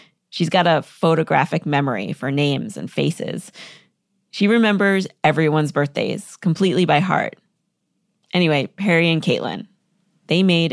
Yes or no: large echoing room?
no